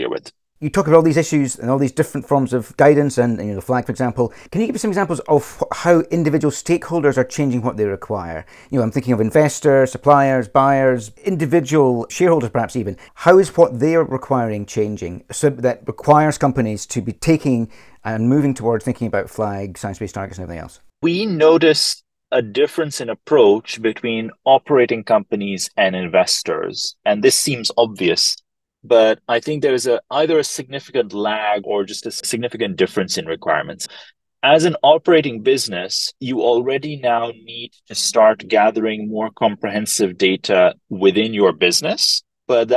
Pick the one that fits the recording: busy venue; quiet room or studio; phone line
quiet room or studio